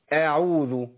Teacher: ورقق الهمزه من اعوذ، قل اعوذ، ما تقولش اعوذ، يعني ما تفخمش الايه؟ الهمزة، لأن الهمزة مرققة في القرآن كله عند كل القراء